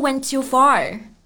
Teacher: went 这个单词以辅音 t 结尾，to 也以 t 开头。那这两个单词连在一起的时候，我们只需要发一个 t 的音就可以了